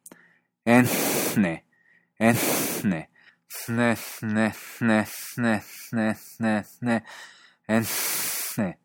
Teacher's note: Esta es una consonante sorda y se usa, por ejemplo, en islandés, aunque ahí la posición es más como la ñe rusa, con los dientes, que como la española, con los alveolos.